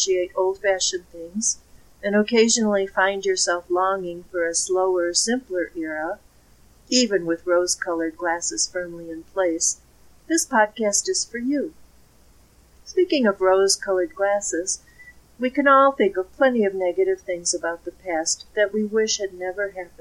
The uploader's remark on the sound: the sound quality needs work.